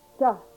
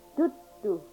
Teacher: this sound is between a T and a D